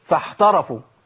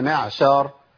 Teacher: لو مشيت نفس في العين تنقلب الى حاء · Shown in: first take